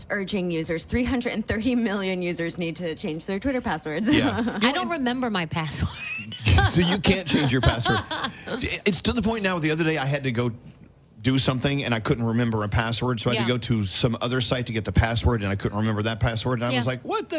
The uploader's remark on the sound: We broadcast LIVE from Norwegian Bliss!